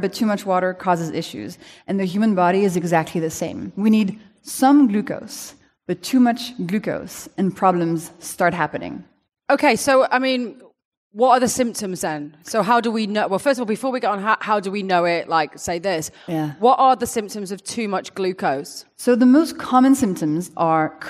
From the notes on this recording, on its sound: This conversation, recorded in front of a live audience.